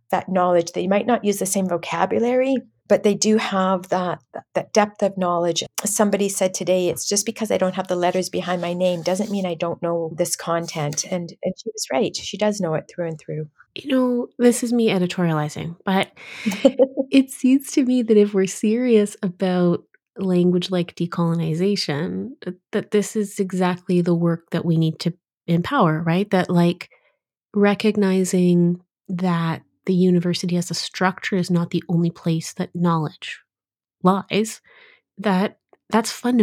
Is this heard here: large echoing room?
no